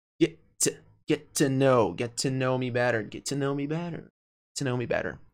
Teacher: E esse to, quando dito rápido por nativos, fica t. · Term: Redução da palavrinha to